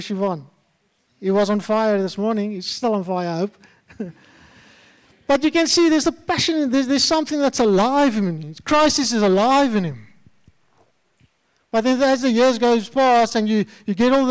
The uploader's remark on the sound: at Joshua Generation Church Wellington AM congregation